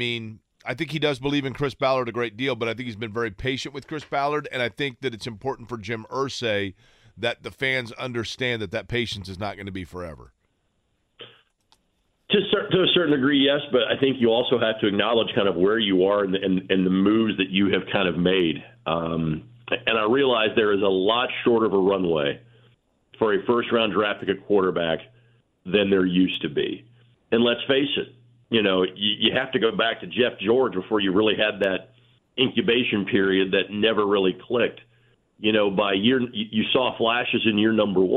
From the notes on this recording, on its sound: Both call in to talk a variety of Indy Sports. Is on the phone line to talk Colts.